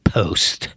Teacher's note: Igaz, tehát post, igen, a posta, és angolul is post, most talán eltúloztam egy picit, de hallatszik, hogy a P után egy csöpnyi H is megjelenik